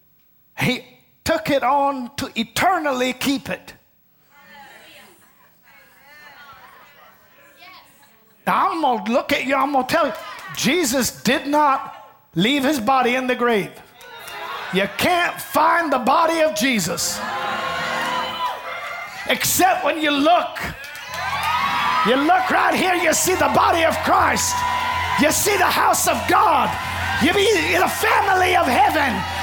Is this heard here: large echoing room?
yes